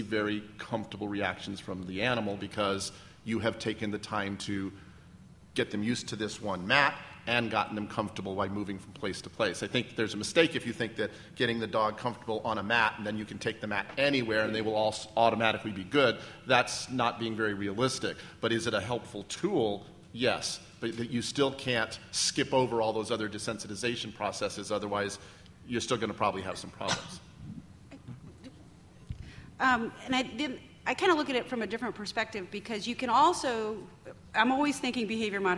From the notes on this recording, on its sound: an excerpt from ClickerExpo 2011 in Lexington, Kentucky